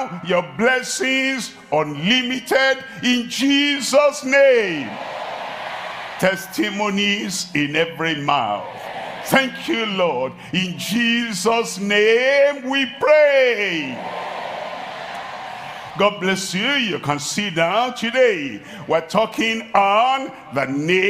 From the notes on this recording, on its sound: live at Ogbomosho, Nigeria